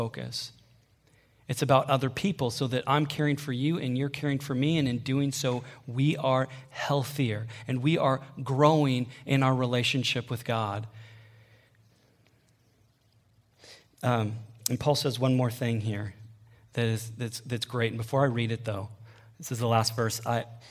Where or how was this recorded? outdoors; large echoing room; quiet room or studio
large echoing room